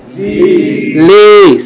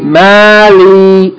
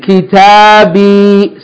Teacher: the kesra followed by ya is elongating the kesra · Term: elongation of the kesra